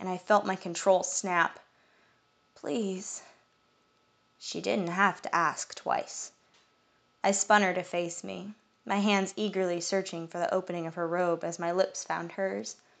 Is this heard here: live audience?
no